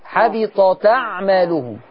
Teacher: الهمزه دي باخد الحركه بتاعتها احطها على التاء. الفتحه دي تتحط على التاء فتتقال حبطت اعمالهم. · Term: النقل